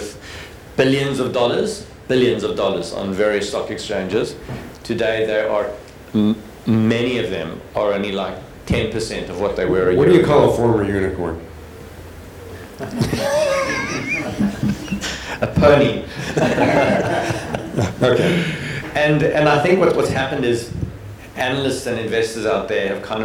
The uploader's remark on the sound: This interview was recorded at the BigFive Summit, 12-13 May 2022 in Cape Town.